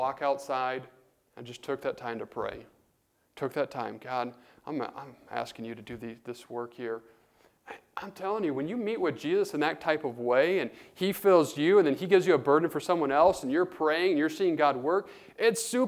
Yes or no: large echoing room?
yes